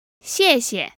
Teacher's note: Now, depending on where you are, you may hear the second character pronounced with a neutral tone, giving us 谢谢.